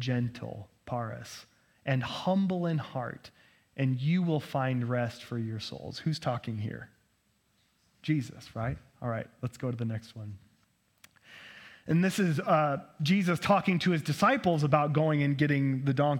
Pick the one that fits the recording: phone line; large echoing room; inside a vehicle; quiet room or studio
large echoing room